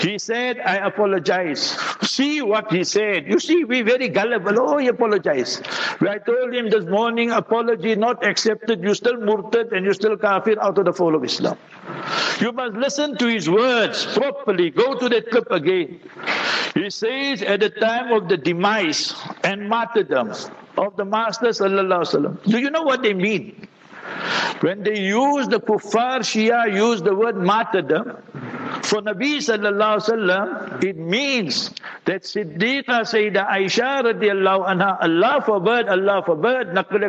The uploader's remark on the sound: Jumah Lecture at Rainbow Masjid